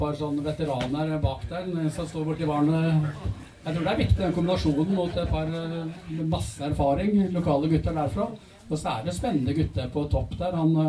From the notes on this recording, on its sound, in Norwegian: Live på Kroa. Livepodkast på Kroa i Horten.